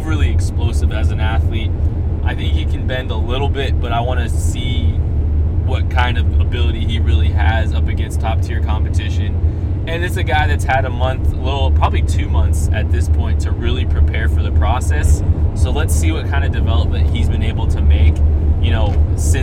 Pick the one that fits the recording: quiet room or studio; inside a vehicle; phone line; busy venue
inside a vehicle